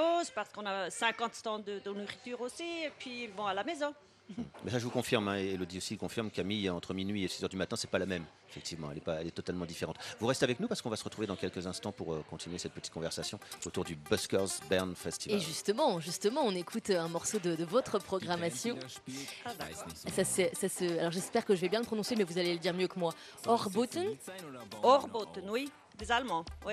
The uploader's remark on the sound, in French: Pour cette première émission bernoise. Recevaient à 9h10 au Einstein Kaffee.